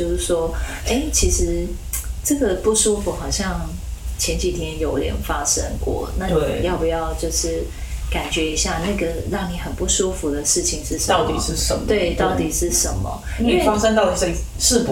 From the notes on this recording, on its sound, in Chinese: 本集錄音出現差錯，導致音質下降還請見諒